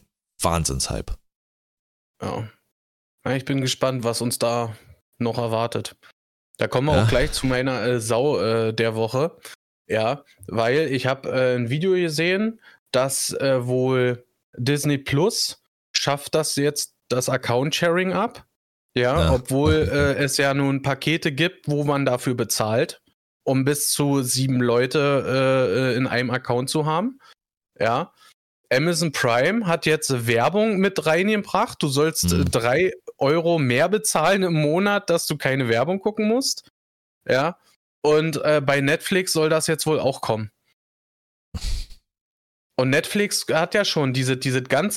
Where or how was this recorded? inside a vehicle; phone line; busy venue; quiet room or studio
quiet room or studio